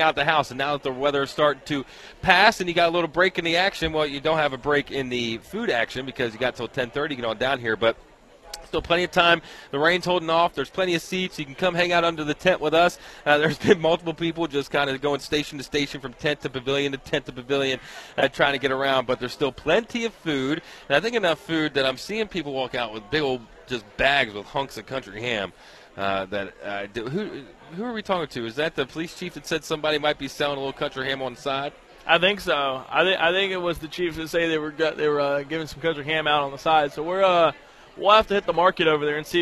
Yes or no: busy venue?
yes